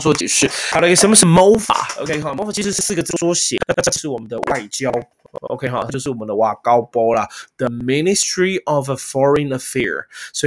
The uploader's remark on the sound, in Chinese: 恰逢中華電信網路出問題,卡卡請見諒,努力改善中